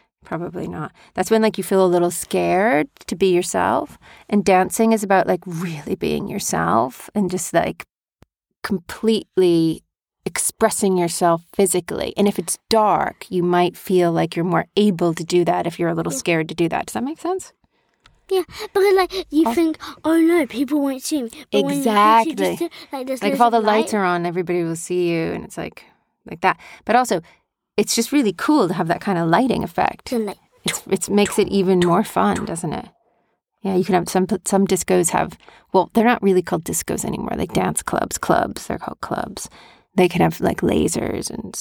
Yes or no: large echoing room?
no